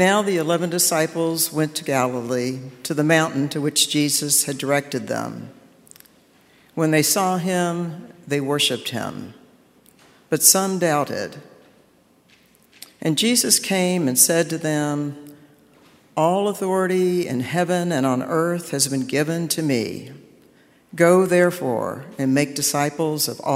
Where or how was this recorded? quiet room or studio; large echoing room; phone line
large echoing room